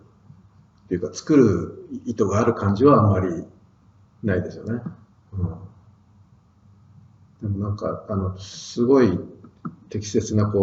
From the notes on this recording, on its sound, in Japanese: 旧マイクで音声ややわるいです